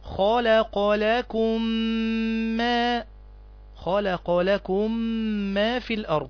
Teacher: لكم، الميم هنا ساكنة وجاء بعدها حرف الميم، فتضغم الميم الأولى في الميم الثانية وتنطق ميما واحدة مشددة · Term: إضغام مثلين صغير